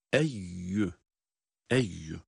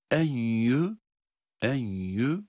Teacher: genizden ses getirmeyeceğiz. Direkt ya harfinin sesiyle okuyoruz. · Shown in: first take